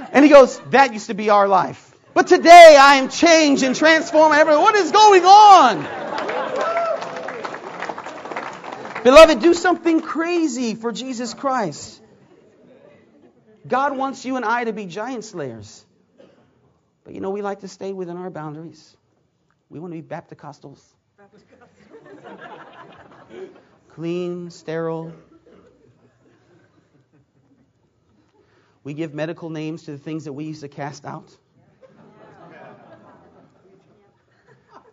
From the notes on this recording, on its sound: Preached at McMinnville Conference 2009